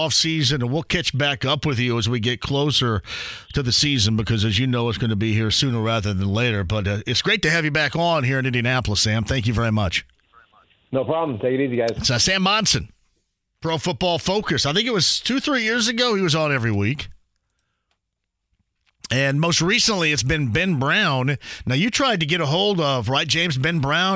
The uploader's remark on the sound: opening up the phone lines